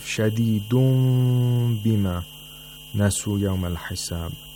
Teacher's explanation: Iqlab of nun sakana is just like ikhfa of mim sakana. The nun sakana turns into a mim sakana, and that mim sakana is pronounced with ikhfa.